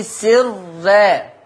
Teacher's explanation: ورش يرقق كل راء سواء كانت هذه الراء مفتوحة أو كانت هذه الراء مضمومة